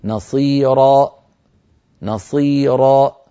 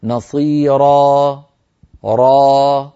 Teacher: أقفلت الوترين الصوتيين في الحنجرة، تعمدت إقفال الوترين الصوتيين فخرجت همزة · Shown in: first take